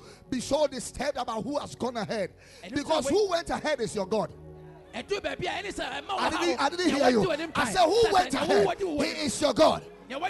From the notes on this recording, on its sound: Preached at the Ekklesia Chapel